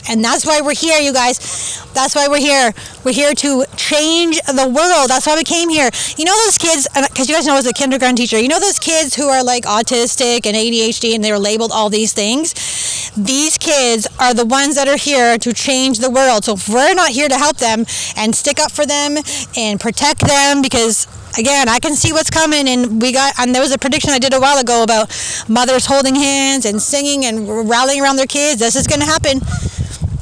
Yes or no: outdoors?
yes